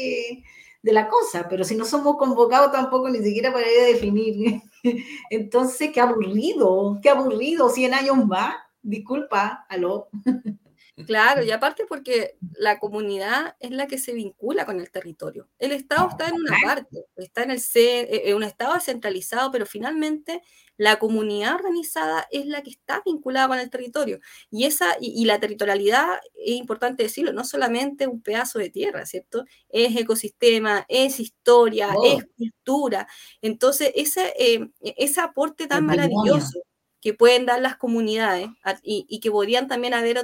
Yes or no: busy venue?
no